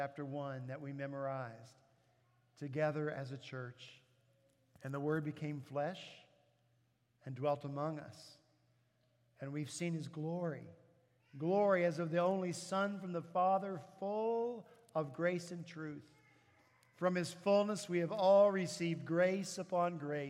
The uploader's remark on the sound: At Redeemer Presbyterian Church in Charleston, SC